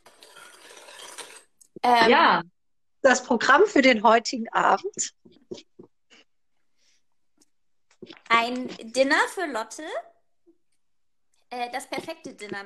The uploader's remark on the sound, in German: Mit ordentlich Hintergrundgeräuschen und einer Prise Mixtape.